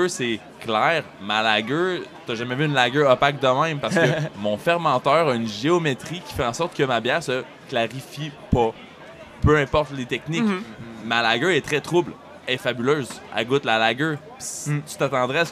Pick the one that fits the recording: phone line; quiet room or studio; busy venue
busy venue